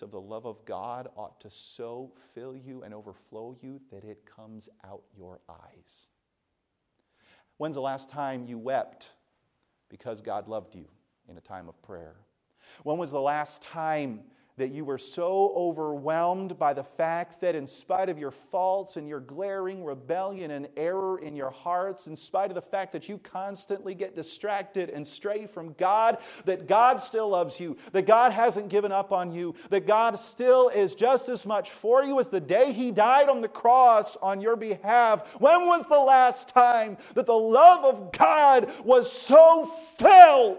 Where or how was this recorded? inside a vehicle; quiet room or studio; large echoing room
large echoing room